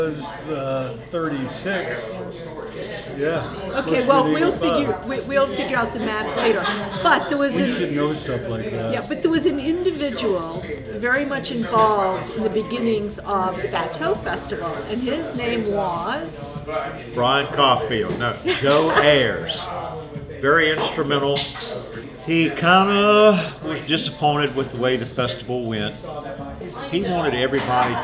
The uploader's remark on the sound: We decided that one of our local businesses would be a great place to sit down and have a conversation. There is a bit of background noise caused by people enjoying themselves.